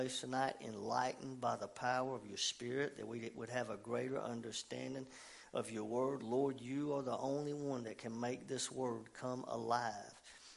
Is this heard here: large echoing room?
yes